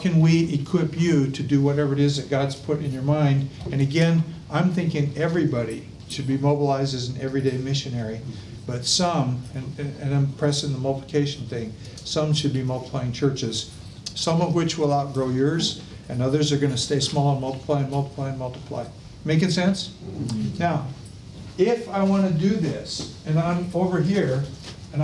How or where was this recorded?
busy venue